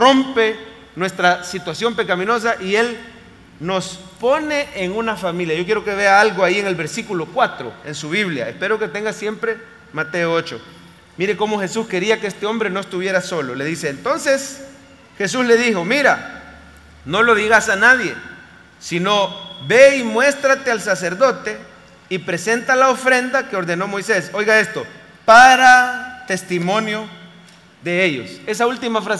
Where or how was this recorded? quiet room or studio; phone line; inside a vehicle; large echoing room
large echoing room